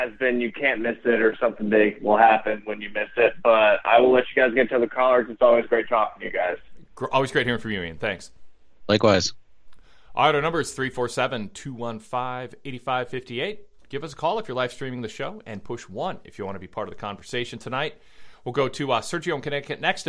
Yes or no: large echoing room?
no